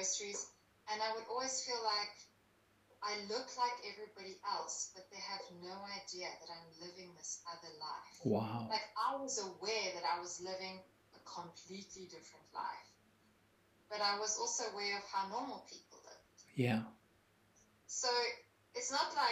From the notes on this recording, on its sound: Apologises for the poor sound quality.